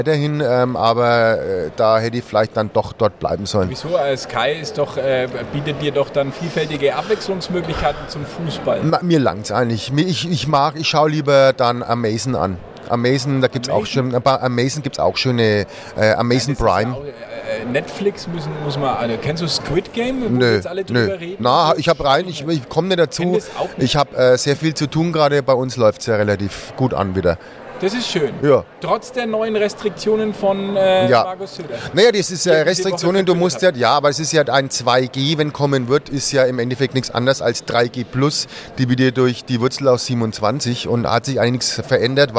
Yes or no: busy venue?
yes